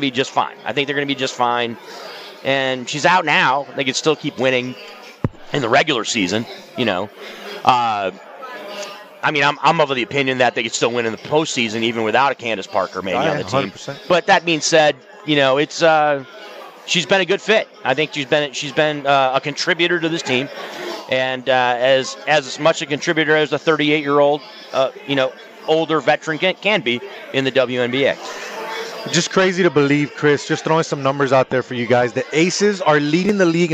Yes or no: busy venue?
yes